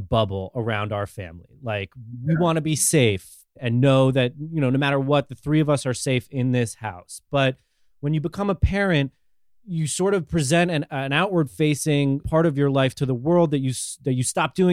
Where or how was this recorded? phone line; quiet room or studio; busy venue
quiet room or studio